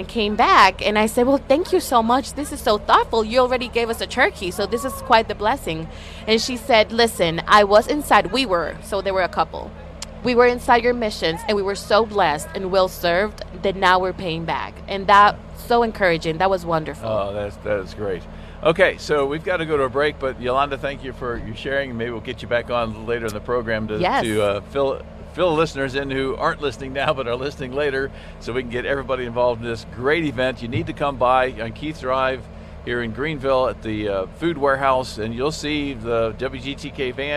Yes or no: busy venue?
yes